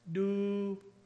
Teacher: Mid level tone, do. Horsefly.